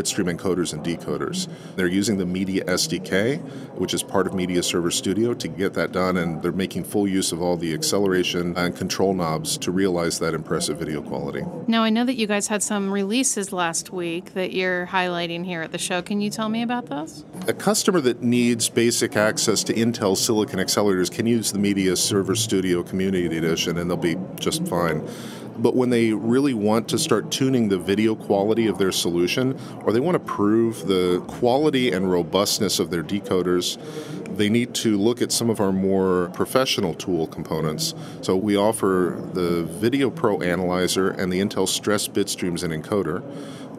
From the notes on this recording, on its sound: In this livecast from the National Association of Broadcasters conference in Las Vegas